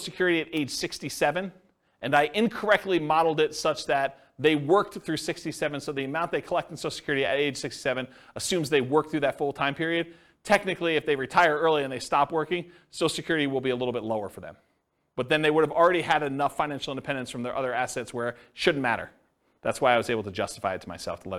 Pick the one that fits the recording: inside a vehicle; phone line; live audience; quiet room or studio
live audience